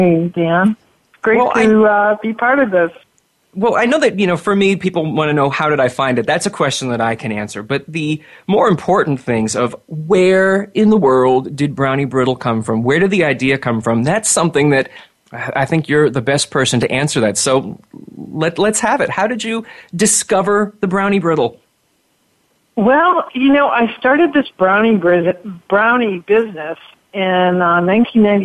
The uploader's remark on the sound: It’s an hour of listener calls. This week, for the first time, we’re allowing listeners to call in and tell us what issues are on their minds. Now we’re opening up the phone lines to talk with you about the things that are on your mind.